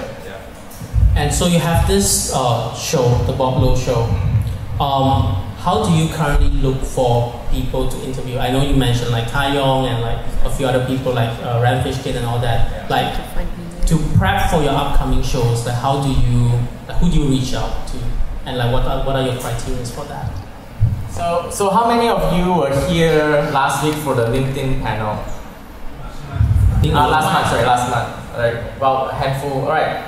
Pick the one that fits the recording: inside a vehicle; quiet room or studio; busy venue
busy venue